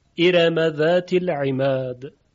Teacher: در این موارد ورش حرف را رو ترقیق میکنه